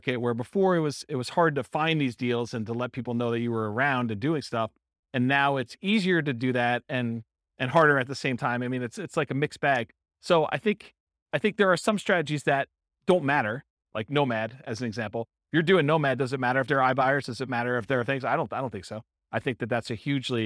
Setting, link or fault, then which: setting, live audience